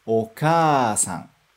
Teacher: E depois desse ka, ainda tem mais um a separado. Então, a gente tem dois sons de a, um seguido do outro. Então, agora a gente vai esticar o som do a.